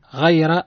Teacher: الراء حكمها التفخيم لأنها متحركة بالفتح